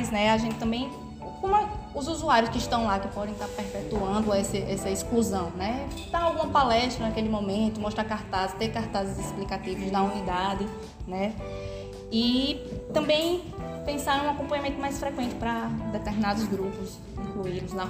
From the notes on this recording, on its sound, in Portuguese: Foi gravado na sala de aula, no desenvolvimento de um tópico didático-pedagógico do módulo de Diversidade Étnica e Cultural na Medicina. Um dos grupos da turma 113 medicina/UFPB problematizou o tema proposto.